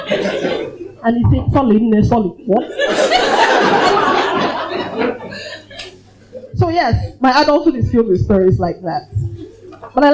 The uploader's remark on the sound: Three Stories from our live event on May 5 2018.